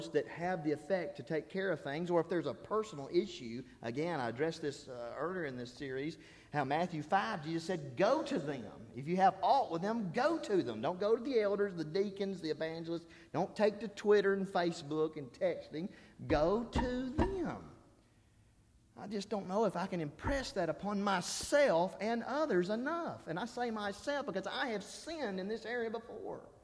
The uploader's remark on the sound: This is the Wednesday Sermon I preached during the Spiritual Revival I conducted at Harrisburg church of Christ.